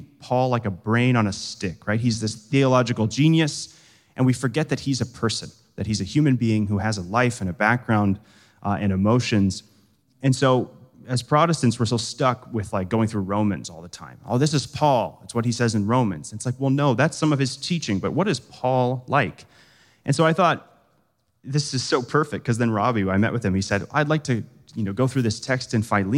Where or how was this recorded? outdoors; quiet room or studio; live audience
live audience